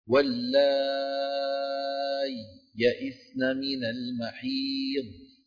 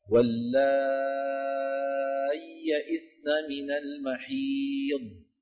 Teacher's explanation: والإدغام يكون بعدم هذه السكتة هكذا: واللائي يئسن من المحيض. فندغم الياء الأولى في الياء الثانية · Shown in: second take